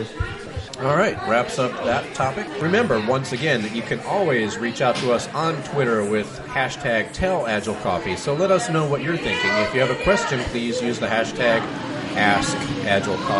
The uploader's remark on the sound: It's our last podcast from Paradise Perks in Irvine.